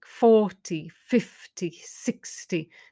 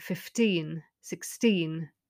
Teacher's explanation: with the numbers in the tens, like 40, 50, 60, the stress is on the first syllable. But in the teens, it's on the teen